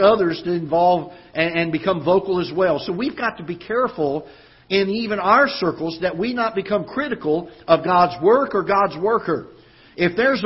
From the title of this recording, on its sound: Ketha Heights Baptist Church ~ Live Broadcast